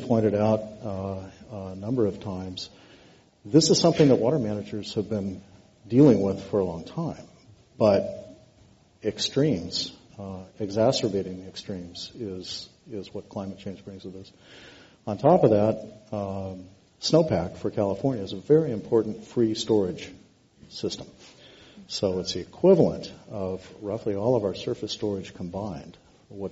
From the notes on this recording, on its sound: This program was recorded in front of a live audience at The Commonwealth Club of California on November 14, 2013